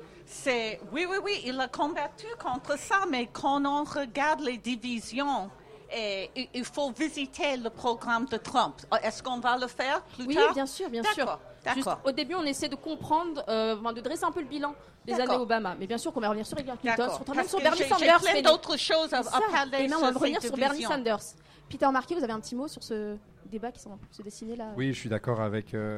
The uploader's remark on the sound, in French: La Matinale de 19h vous proposait une émission spéciale élections américaines, en public et en direct au Coffee Club à Paris.